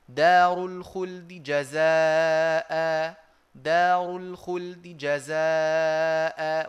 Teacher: وكأني وقفت على الدال بالروم غير أني وصلت يعني كأنه كذا إذا أراد الإنسان أن يتدرب عليها كأنه بيقف